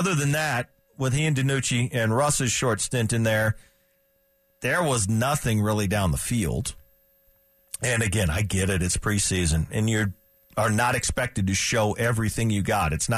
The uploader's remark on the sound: We take your calls and live reactions.